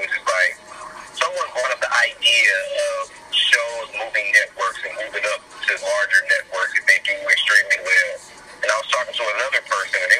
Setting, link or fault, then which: link, phone line